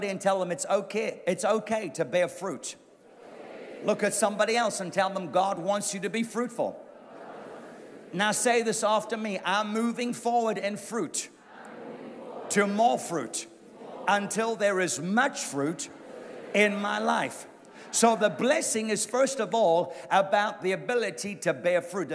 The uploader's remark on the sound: A sermon recorded live at the Durban Christian Centre.